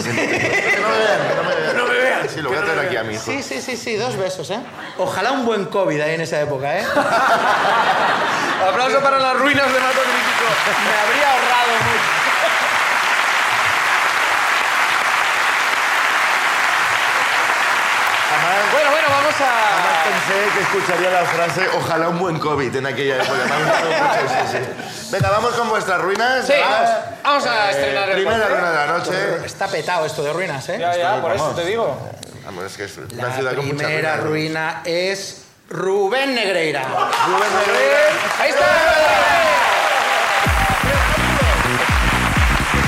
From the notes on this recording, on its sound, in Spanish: La Ruina desde A Coruña. El público de A Coruña nos cuentan.